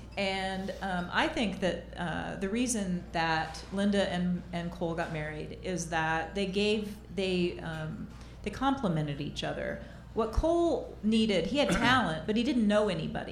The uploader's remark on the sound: Recorded live at The Jazz Kitchen in Indianapolis.